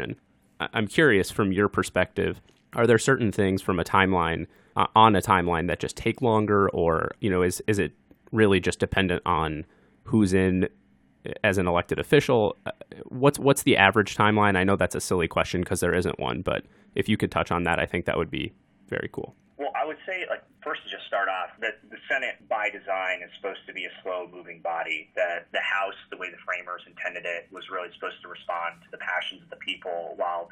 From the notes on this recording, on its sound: sits down by phone